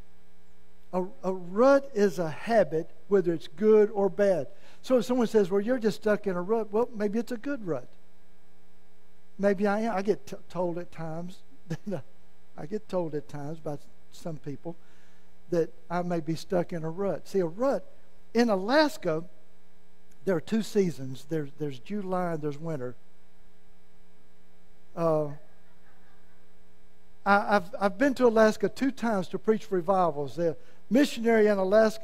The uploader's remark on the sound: Was preached at Malvern First Assembly of God.